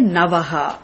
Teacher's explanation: That navaha, if you take, without the pra, if you take, there's only navaha. The na is a dental nakara.